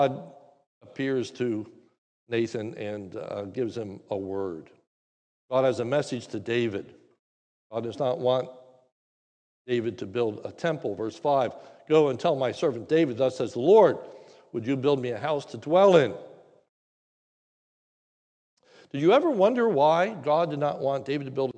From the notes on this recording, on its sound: This is a sermon recorded live at the Lebanon Bible Fellowship in Lebanon, PA on 8/22/2021 during the morning service